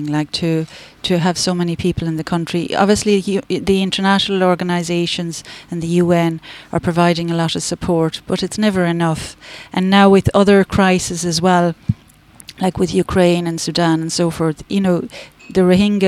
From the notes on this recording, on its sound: Broadcast live Bodyke Festival 2023